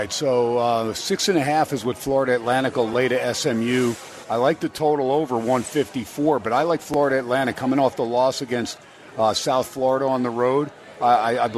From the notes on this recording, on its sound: SPORTSXRADIO HUMP DAY AT STEINERS PUB. "Live" from #SteinersPub #LasVegas.